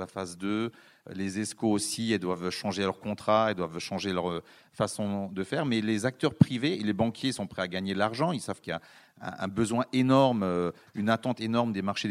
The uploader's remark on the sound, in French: Deuxième table ronde et conclusion de la conférence.